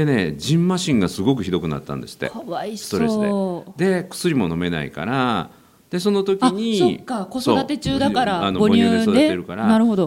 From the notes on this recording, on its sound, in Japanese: 番組初の公開収録でお集りいただいた皆さんとの。